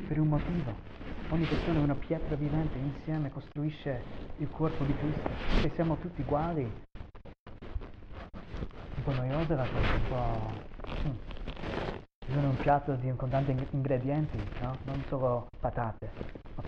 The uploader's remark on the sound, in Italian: ci scusiamo per la pessissima qualità del audio questa volta (problemi tecnici)